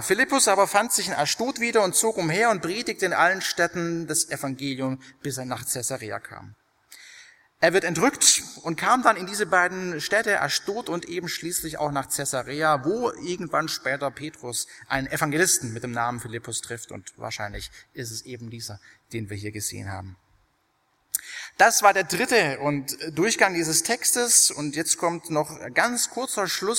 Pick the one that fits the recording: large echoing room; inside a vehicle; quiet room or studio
large echoing room